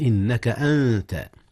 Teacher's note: أخفي النون قبل التاء إذ هي من حروف الإخفاء